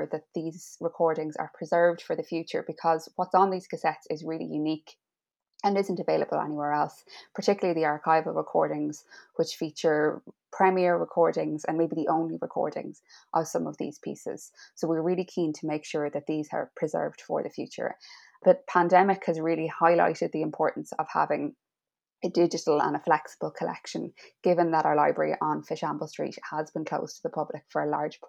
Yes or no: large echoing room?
no